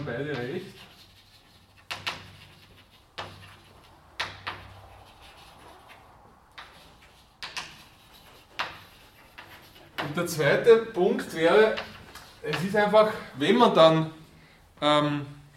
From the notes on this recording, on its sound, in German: Diese Vorlesung wurde von Studierenden aufgenommen